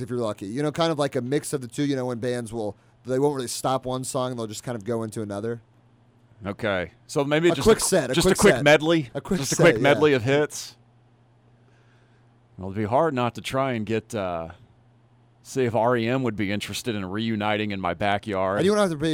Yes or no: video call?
no